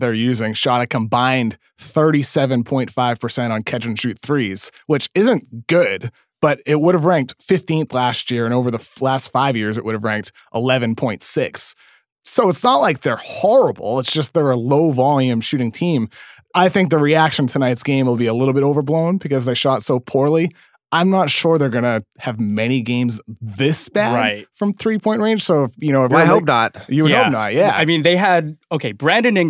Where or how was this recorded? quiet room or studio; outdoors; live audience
quiet room or studio